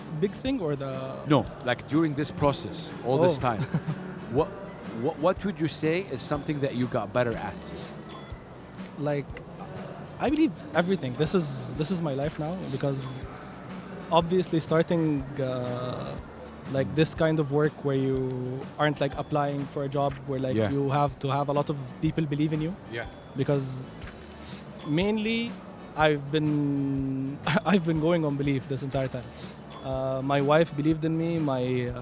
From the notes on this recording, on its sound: Live from SIBF 2023.